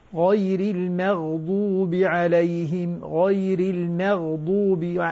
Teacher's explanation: غير المغضوب، يعني نفس الميم مرققة والغين مفخمة